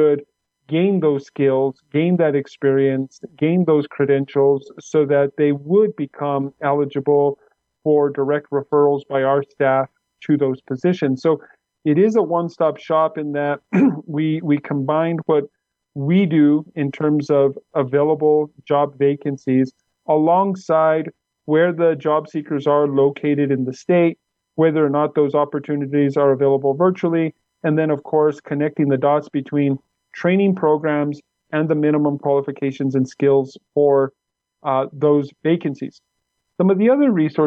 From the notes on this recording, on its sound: Recorded, via ZOOM.